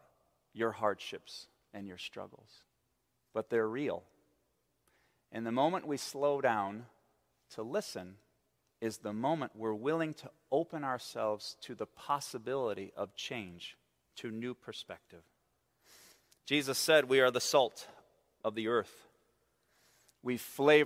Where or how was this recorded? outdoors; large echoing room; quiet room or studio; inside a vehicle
large echoing room